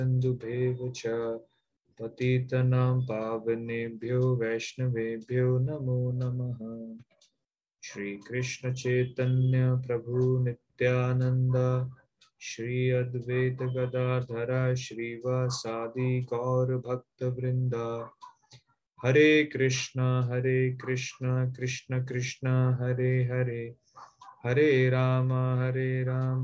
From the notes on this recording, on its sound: Zoom recorded classes